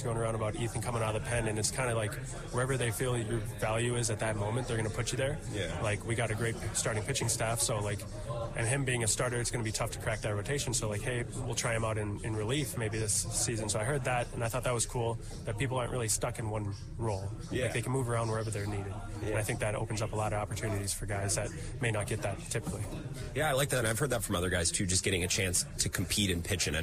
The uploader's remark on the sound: Live in Maryvale. Broadcasting live from Brewers Spring Training.